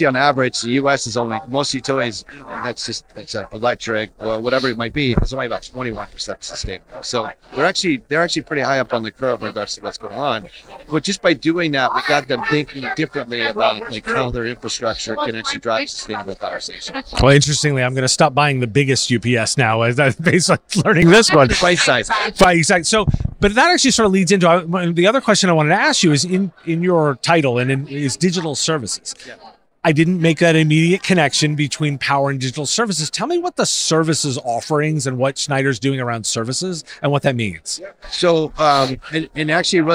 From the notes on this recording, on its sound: Recorded at IT Nation Connect 2023.